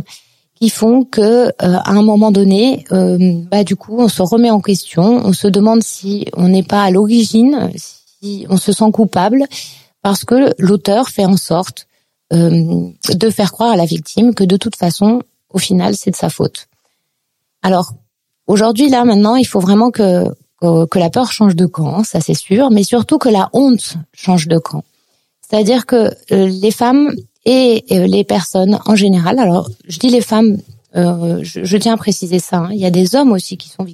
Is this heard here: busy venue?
no